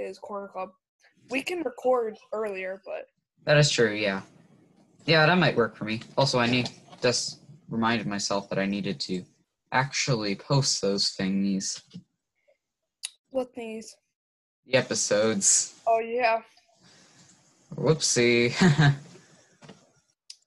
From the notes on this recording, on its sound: Business Meeting over ZOOM